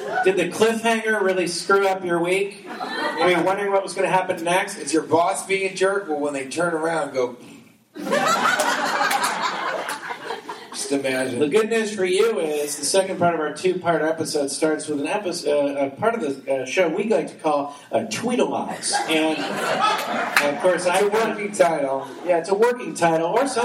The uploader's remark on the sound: Live from the Sheraton!?